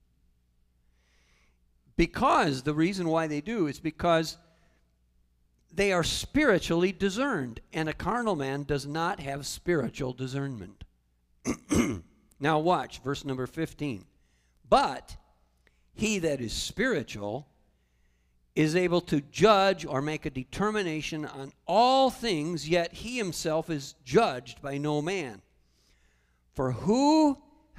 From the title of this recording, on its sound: Calvary Assembly of God live Stream